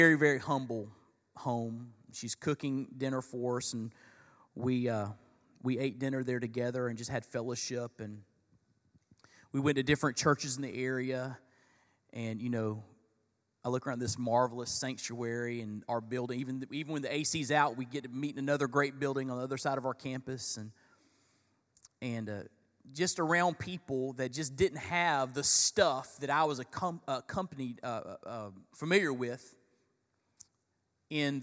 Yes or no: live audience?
yes